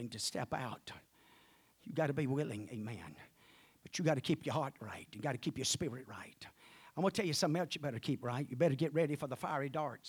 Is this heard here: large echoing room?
yes